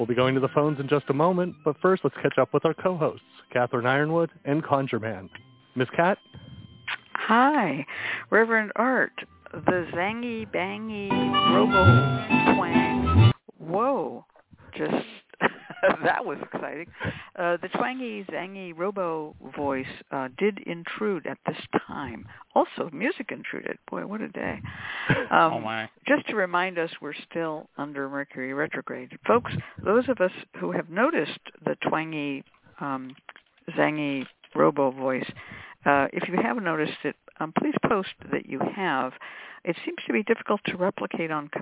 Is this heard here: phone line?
yes